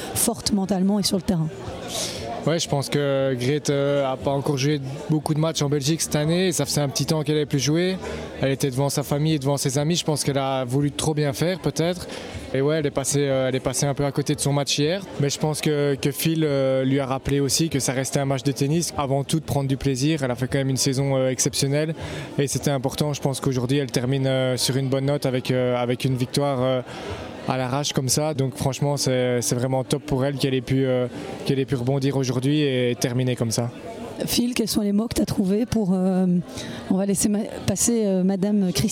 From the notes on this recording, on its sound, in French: Vous l’entendrez, ce podcast enregistré dans les coulisses du Dôme de Charleroi, dans l’ambiance de la victoire.